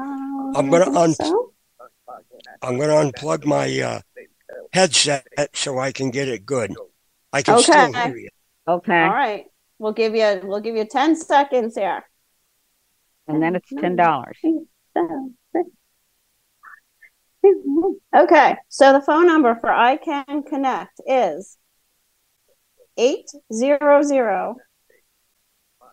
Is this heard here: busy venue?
no